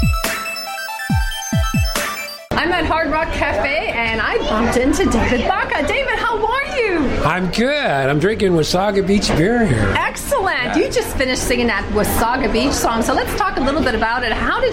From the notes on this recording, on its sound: Interviews from The Beach is BACK Event - Hard Rock Cafe Toronto. Music was provided by Beach BOOSTER Radio as we joined the Classic Hits Radio Network to broadcast our event LIVE on 5 popular radio stations!